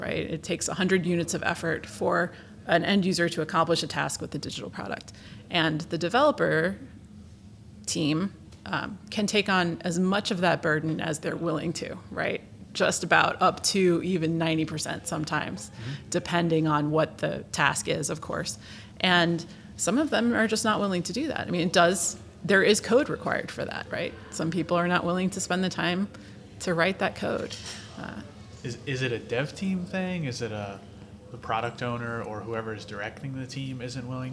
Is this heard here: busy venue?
yes